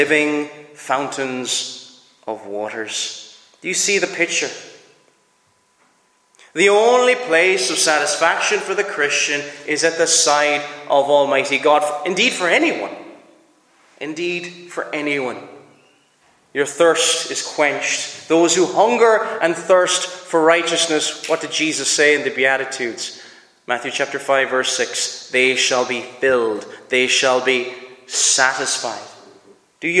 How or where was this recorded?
large echoing room